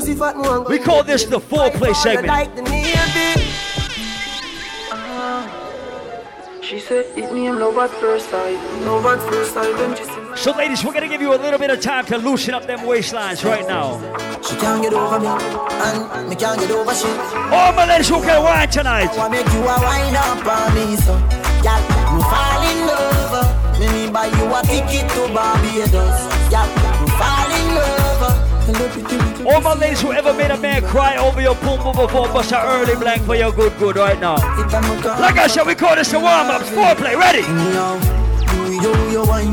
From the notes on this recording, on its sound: LIVE AT RUM & WATA - DANCERS PARADISE EDITION- MANGOVILLE NYC. Live audio from Seafood Tuesdays at Mangoville in NYC.